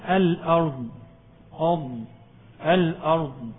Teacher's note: فطبعا الضاد مخرج حافة اللسان، ما تجيبش بقى إيه دلوقتي الشفتين ليس لها علاقة بإيه بالضاد.